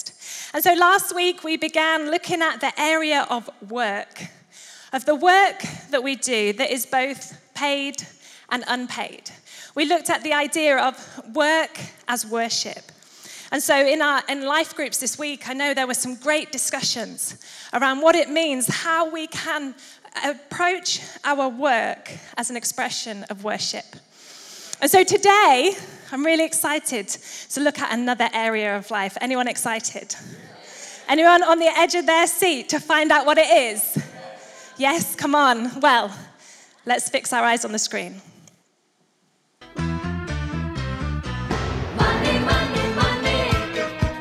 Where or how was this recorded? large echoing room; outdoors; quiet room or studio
large echoing room